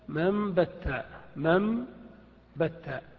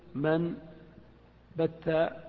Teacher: فقوله من بت مثال لقلب النون ميما وهي مفصولة عن الباء، فالنون في كلمة من والباء في كلمة بت، معنى ذلك أن هذا القلب يحدث مع الفصل والاتصال. فقوله من بت يجب أن تقلب النون هنا ميما، فتقول مم بدل من · Shown in: first take · وتقول في الجملة مم بتا مم بتا، ولا يصح أن تقول من بتا بالنون.